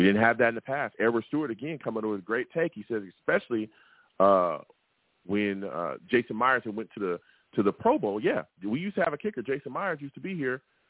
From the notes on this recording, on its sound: I take live callers!